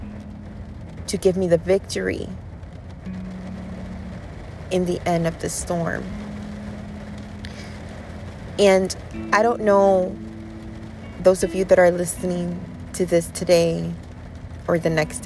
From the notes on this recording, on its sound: This is episode was recorded today while sitting inside my car in a middle of a thunderstorm.